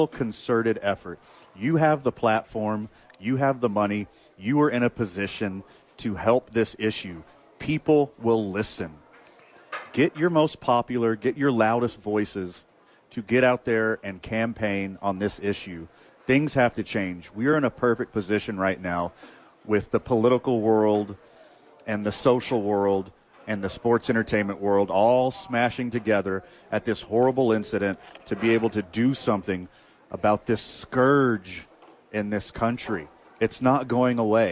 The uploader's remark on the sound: live from Sadies on 4th